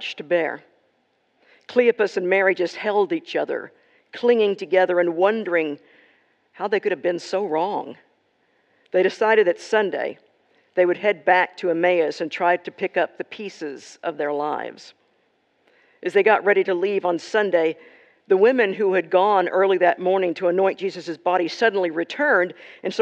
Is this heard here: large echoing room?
yes